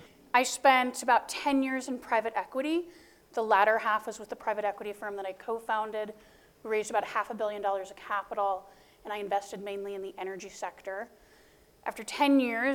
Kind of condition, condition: setting, live audience